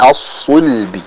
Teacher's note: Bukan as-sulbi tapi as-sulbi. Kita baca huruf sad dengan menebalkannya secara sempurna agar tidak tertukar pengucapannya dengan huruf sin.